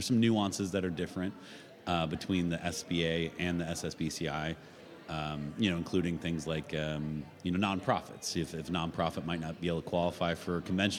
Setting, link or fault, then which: setting, busy venue